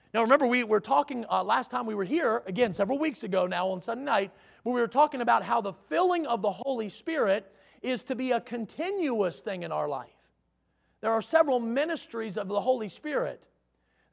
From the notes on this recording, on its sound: in the Sunday Evening Service on November 13, 2022, at Victory Baptist Church in Boonsboro, Maryland